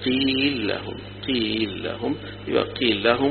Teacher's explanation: غير الذي قيل لهم، برضو في لام ولام، واللام الأولى مفتوحة، هيدغم لام مفتوحة في اللام اللي تليها يبقى هيكتفي بلام واحدة فقط